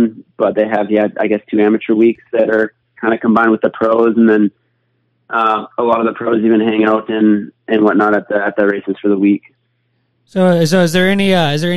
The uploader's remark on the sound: will be on the phone